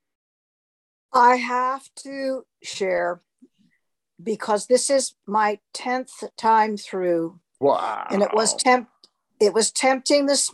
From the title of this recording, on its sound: Zoom Call